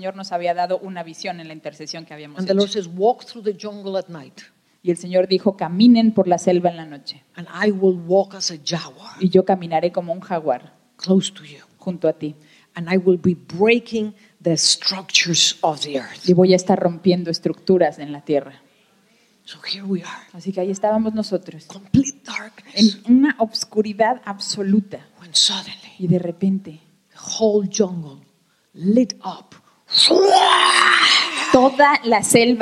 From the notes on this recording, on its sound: Was given during the 2023 Annual Conference in Jacksonville, Florida USA. Bilingual Message (English with Spanish Translation).